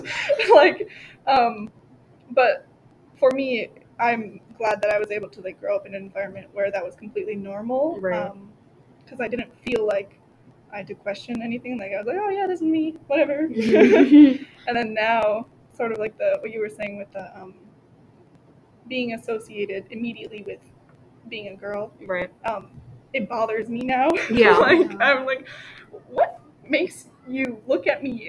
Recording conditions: background noise